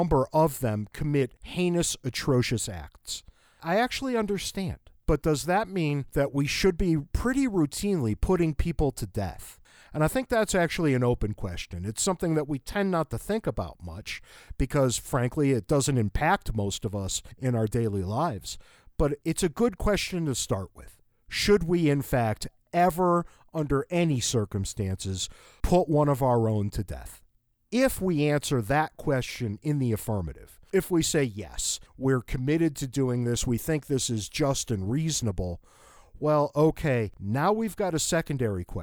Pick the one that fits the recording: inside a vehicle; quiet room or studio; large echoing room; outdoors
quiet room or studio